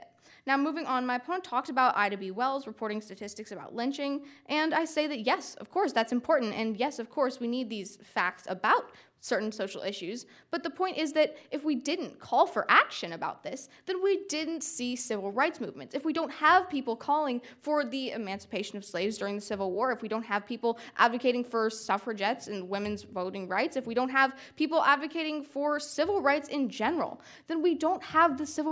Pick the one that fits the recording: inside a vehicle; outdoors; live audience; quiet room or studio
live audience